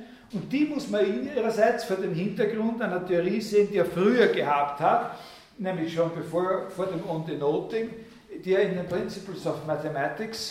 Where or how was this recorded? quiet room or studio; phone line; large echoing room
large echoing room